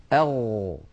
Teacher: الغين مجهورة والغين رخوة والغين مستعلية وكما أنها منفتحة أما الصفات التي لا ضد لها فلا تتصف